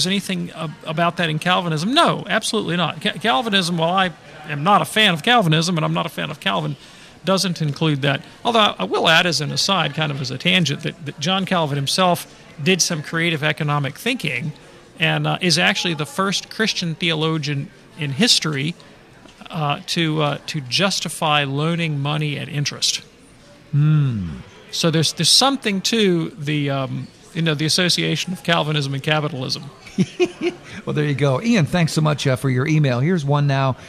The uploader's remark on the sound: takes questions live from the EWTN 2023 Radio Conference